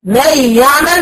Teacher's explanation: ادغام كامل بغنة وبعدين عندي ادغام ناقص ما يعمل لان هنا النون اختفت وفضلت الصفة بتاعتها اللي هي الغنة وبسميه ادغام ناقص بغنة ادغام ناقص هنا مالناش دعوة بدرجات الغنة